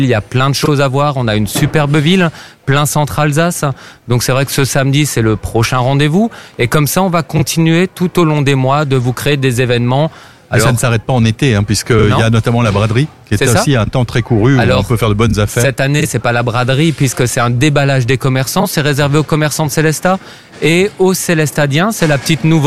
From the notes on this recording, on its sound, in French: AZUR FM a délocalisé ses studios. En direct depuis la place d'armes (scène brasserie le fox) dans le cadre de la fête de la musique.